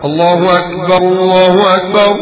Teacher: الكاف على سكون، ولا تنطق الكاف جيم